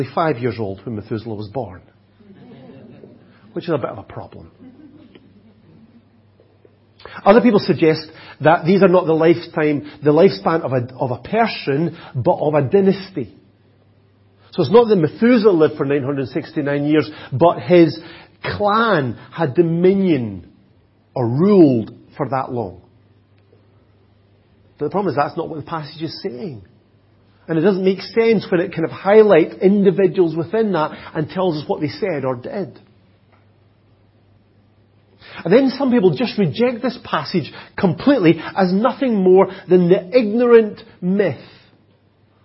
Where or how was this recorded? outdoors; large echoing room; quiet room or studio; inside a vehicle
large echoing room